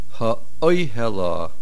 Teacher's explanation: The main accent is on the aleph, ha'oihela, not on the lamed at the end, on the aleph at the beginning.